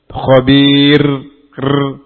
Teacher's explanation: Ronya bergetar, tidak berlebihan. Dan jangan khabir, ini berlebihan. · Term: takrir